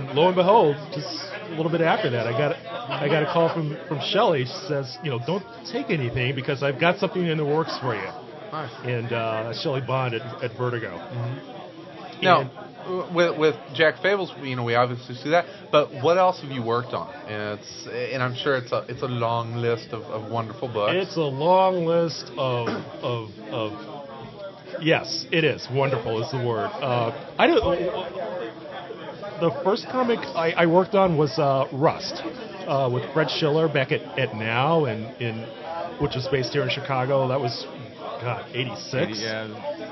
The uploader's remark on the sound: as we record from the first ever Chicago Mini-Con